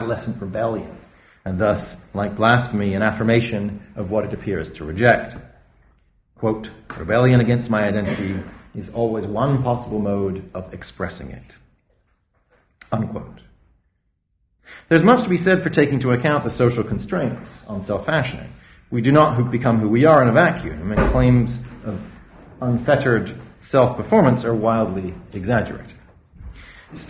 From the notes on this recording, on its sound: A public lecture. Organised by the Institute of Philosophy.